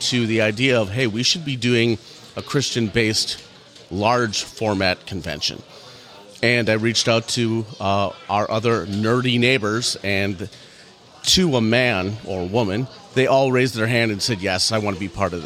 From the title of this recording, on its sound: Live Interviews | LTNcon In Your Own Words: Attendees